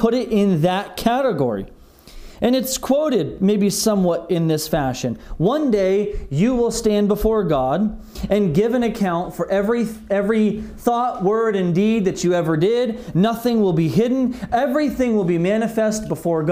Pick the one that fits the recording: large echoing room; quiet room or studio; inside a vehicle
large echoing room